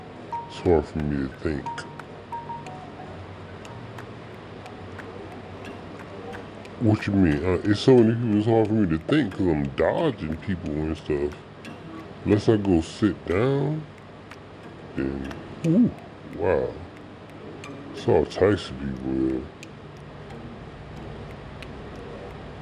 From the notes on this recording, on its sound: Talking on The Phone In The Magic Kingdom Disney World